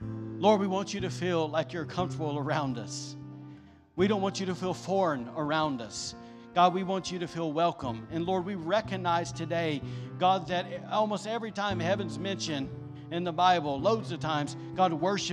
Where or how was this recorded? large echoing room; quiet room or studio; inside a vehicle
large echoing room